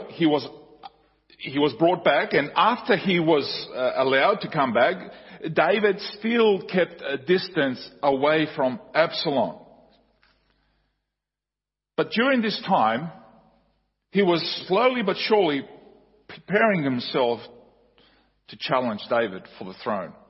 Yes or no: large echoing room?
yes